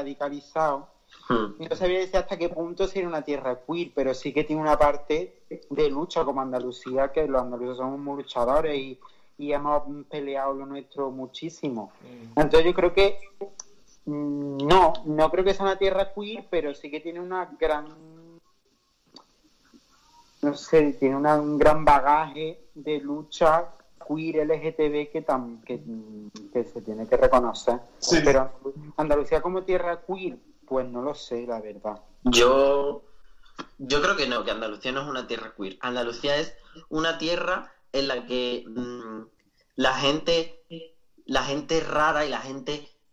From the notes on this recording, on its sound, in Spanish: Entre París, Córdoba y Sevilla, charla telefónica con tres jóvenes artistas de la nueva escena queer andaluza.